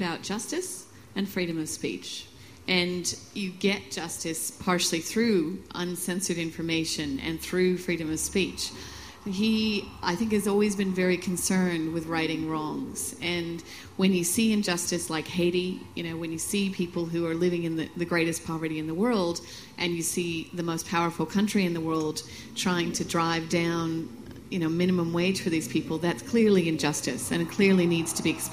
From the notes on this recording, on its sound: The following is a recording of a panel discussion about Wikileaks that took place at the Splendour in the Grass music festival in Woodford, QLD, Friday, 29 July 2011. The recording is unedited.